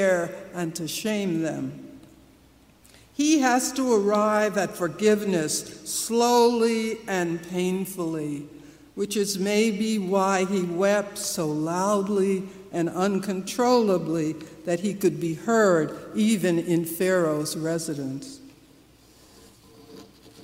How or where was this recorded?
large echoing room